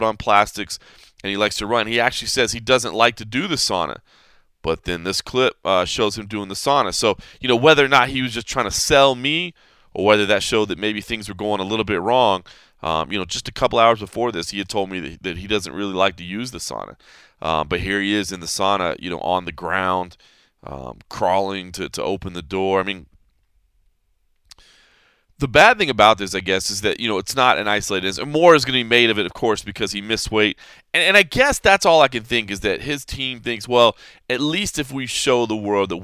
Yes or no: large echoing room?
no